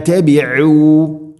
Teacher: ഐൻ തൊണ്ടയുടെ മധ്യഭാഗം, ഐനിൻ്റെ മഖ്റജ്